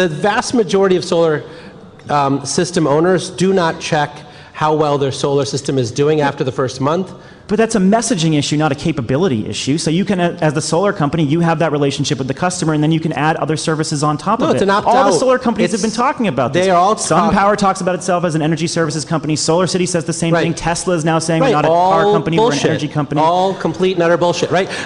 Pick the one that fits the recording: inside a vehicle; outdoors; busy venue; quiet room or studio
busy venue